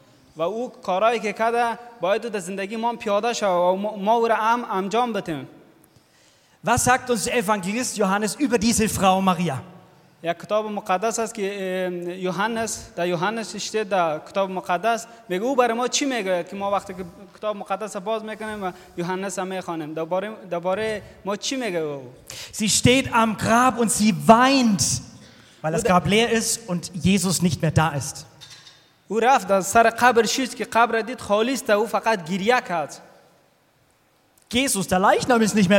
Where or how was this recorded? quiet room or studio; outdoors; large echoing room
large echoing room